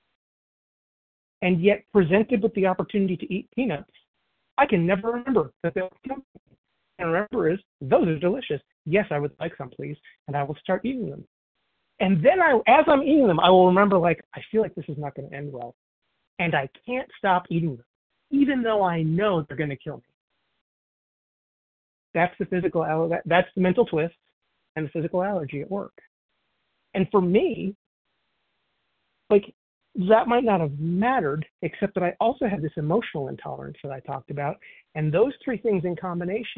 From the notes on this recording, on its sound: 100 Pounders Phone Meeting